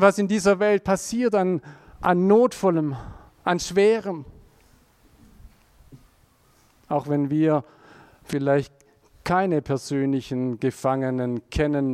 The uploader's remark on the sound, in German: aus dem Präsenz-Gottesdienst der Missionsberg-Gemeinde (Liebenzeller Mission)